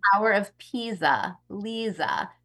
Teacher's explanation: in Italian, a single S sounds like a Z